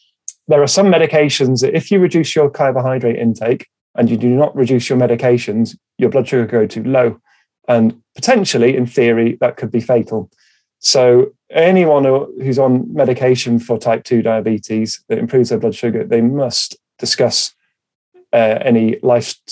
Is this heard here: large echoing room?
no